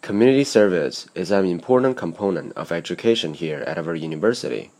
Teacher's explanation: 开头的那个被重读的音节，音调会被提高。而随后音节的音调将逐步降低